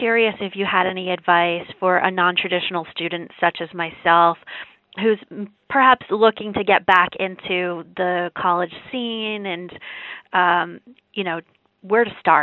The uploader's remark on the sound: The Process is a live, monthly call-in show